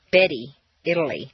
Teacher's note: A tea in the middle of a staircase is pronounced as D